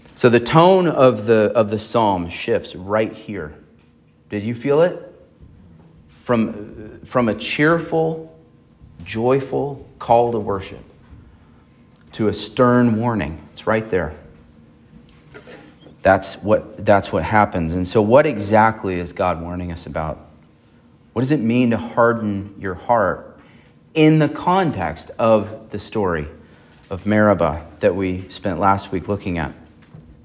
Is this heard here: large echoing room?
yes